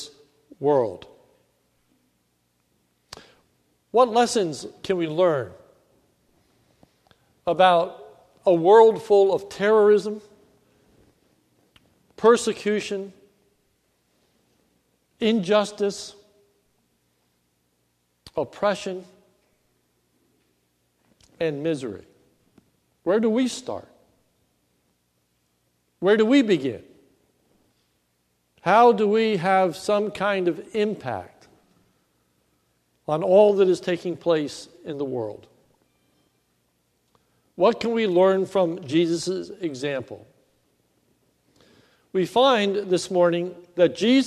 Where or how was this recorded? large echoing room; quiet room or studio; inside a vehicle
large echoing room